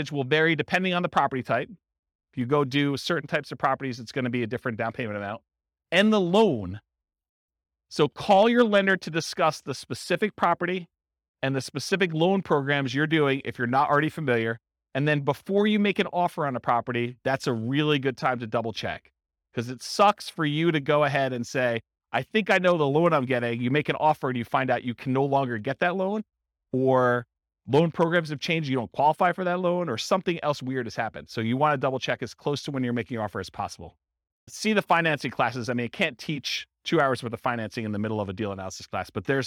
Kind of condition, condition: setting, live audience